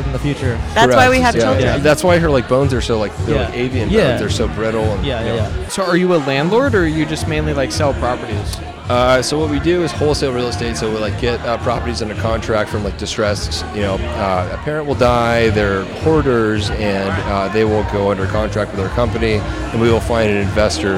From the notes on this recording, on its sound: Recorded 5/19/2023 at the Smog Shoppe in Los Angeles.